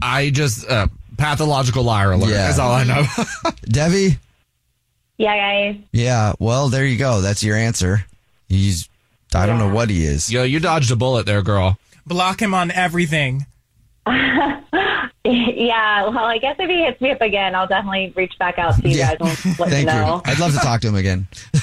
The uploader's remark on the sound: We get that other person on the phone